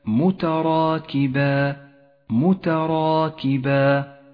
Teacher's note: جاءت الألف مفخمة في هذا الموضع لأنها سبقت بحرف مفخم وهو الراء، والألف تدفع ما قبلها في الترقيق والتفخيم. المثال التالي الإظهار · Term: الألف المفخمة